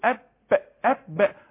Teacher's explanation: خروج النفس هيبقى في هزة في الأوتار الصوتية. اللسان ملوش دعوة بحاجة، اللسان راقد تحت خالص كده في القاع تحت، هو كل الحركة حركة الشفتين. · Term: حرف الباء